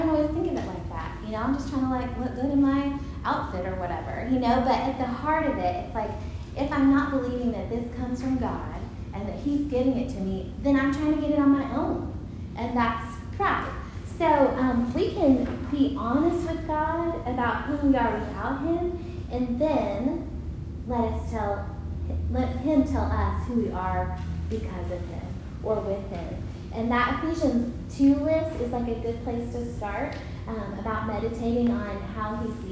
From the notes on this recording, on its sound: Recorded at Union Church.